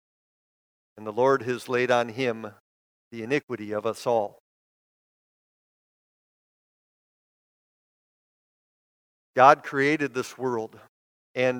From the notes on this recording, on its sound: Preached this sermon at Bethany's Good Friday worship on April 15, 2022. Bethany, Appleton, WI.